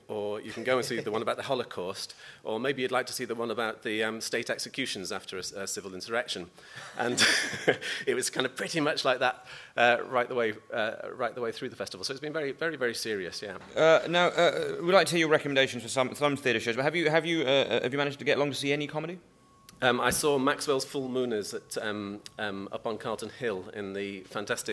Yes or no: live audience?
yes